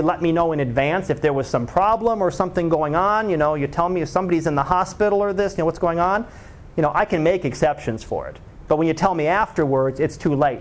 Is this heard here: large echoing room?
yes